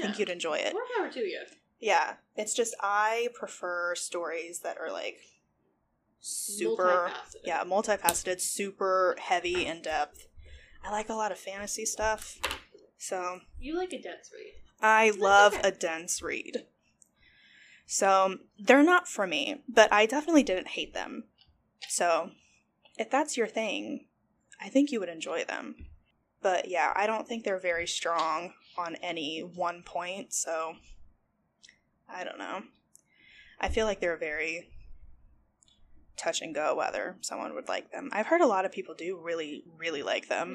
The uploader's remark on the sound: The audio is not great we're so sorry, lol- don't know what happened there.